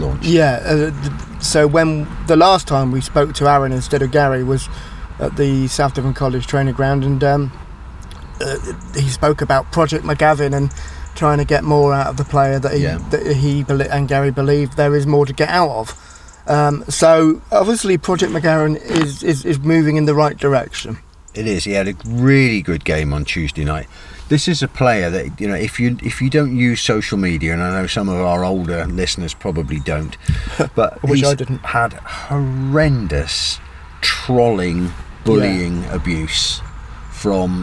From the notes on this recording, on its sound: In the car studio. Stuck in a crowded Seale Hayne car park.